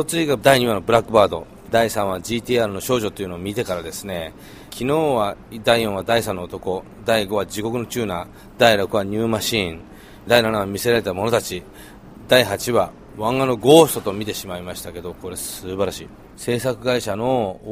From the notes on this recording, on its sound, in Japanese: FROM ＬＡ【PART2】。ブラム＆ポーギャラリーでの個展の準備の現場からお送りしています！